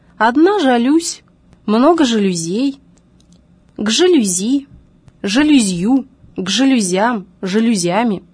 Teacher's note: в разговорной речи слово «жалюзи» постоянно трансформируется в женский род с перемещением ударения